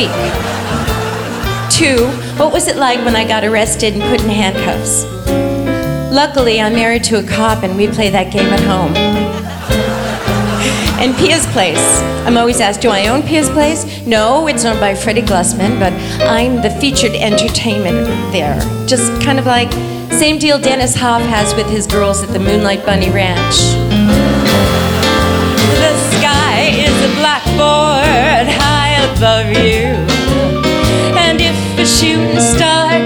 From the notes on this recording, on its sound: Live at the SouthPoint Casino.